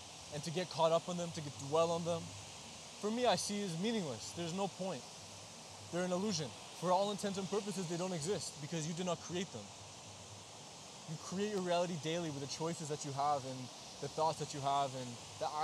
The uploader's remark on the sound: I recorded an episode on the beach when I was in Portugal during the summer of 2023, I originally wasn't intending to release it because some of the audio didn't turn out great (this is why you don't record episodes on a beach I guess)